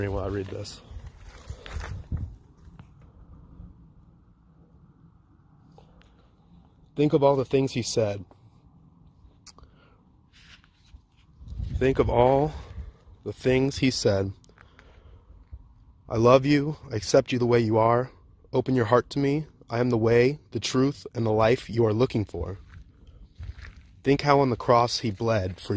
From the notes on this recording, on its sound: from my car